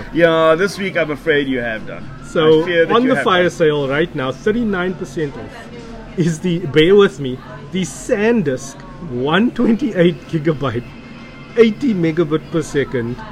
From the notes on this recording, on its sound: Recorded at Cincinnati Spur, Howard Centre, Pinelands. Recorded on iPad Mini 5 + Boya shotgun mic.